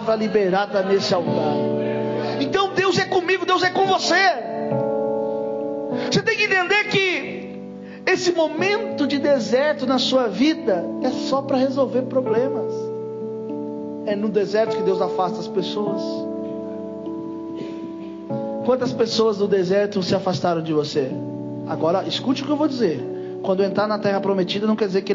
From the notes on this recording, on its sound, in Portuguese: Culto gravado em 28/08/2022 durante culto da Família